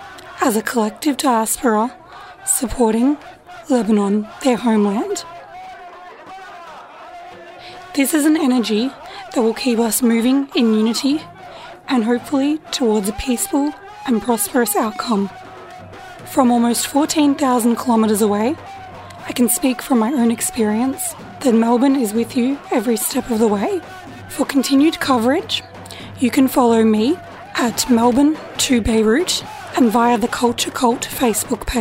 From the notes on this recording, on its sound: attended the second solidarity protest in Melbourne, juggling a recorder, camera, and Lebanese flag in her hands to capture your voices, pride and unity